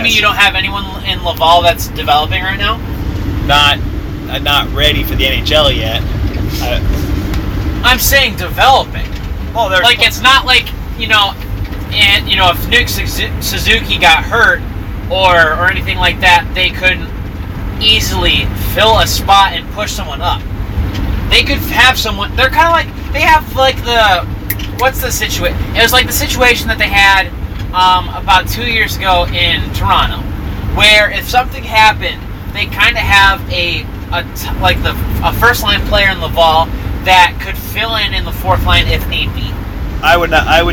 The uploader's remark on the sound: The Free Agent Truckcast. While driving a moving truck.